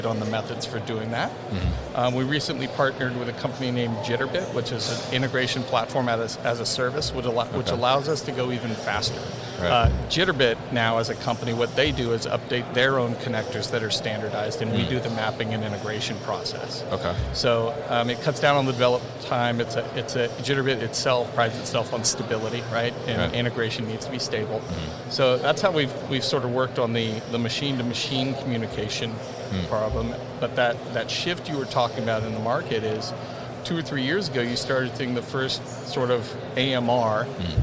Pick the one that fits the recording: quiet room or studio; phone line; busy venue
busy venue